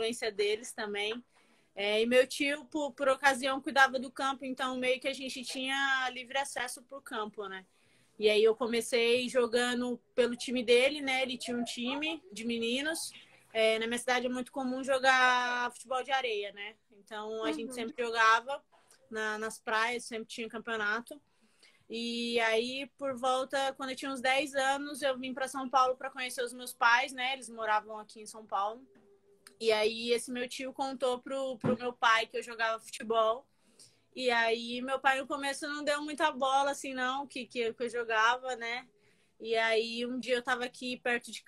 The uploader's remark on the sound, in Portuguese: Rolou uma live no meu instagram